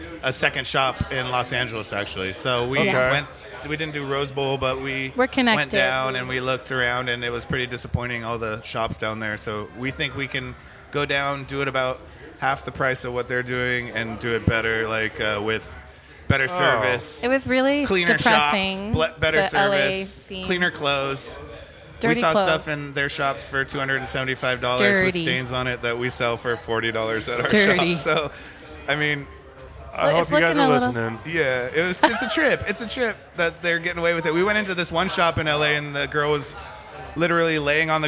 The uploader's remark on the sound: LIVE FROM NORTHWEST THRIFTCON